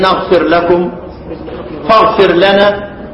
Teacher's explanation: والراء المجزومة تدغم في اللام